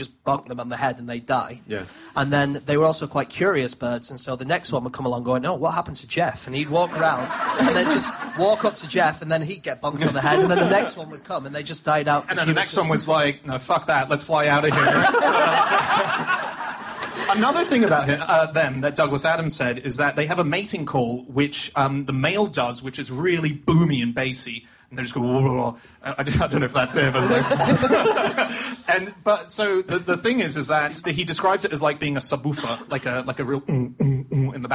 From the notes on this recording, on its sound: Live at the Soho Theatre